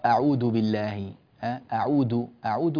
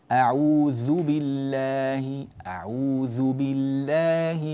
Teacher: الذال أعوذ بالله، أعوذ لا تقرأ أعود بالله، أعود أعود كده صارت الذال انقلبت إلى دال · Shown in: first take